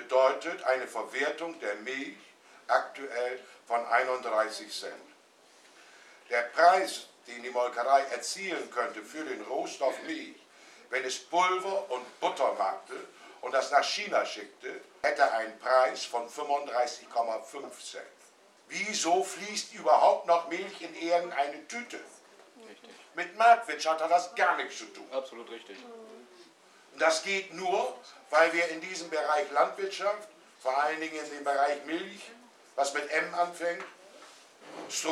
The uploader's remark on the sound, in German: Demo Hannover 10.Nov.2012, Teil 4 a - Talkrunde in der Marktkirche. Stellungnahmen und Fragen aus dem Publikum.